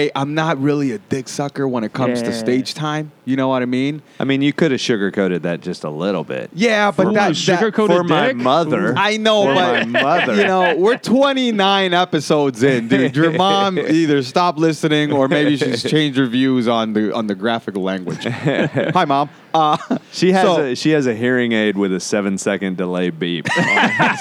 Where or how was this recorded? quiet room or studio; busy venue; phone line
busy venue